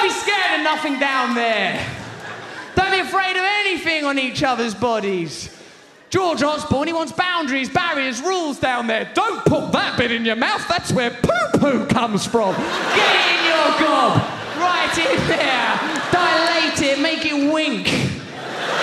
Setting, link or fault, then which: setting, live audience